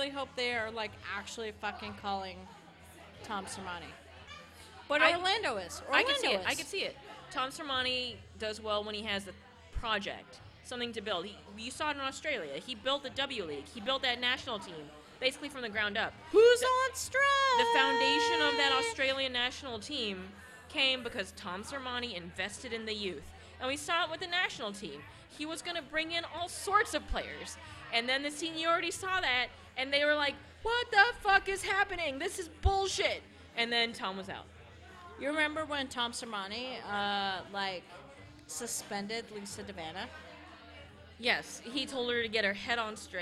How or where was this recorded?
busy venue